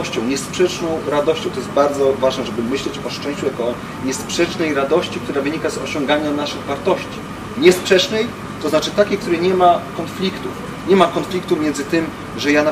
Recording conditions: sounds in the background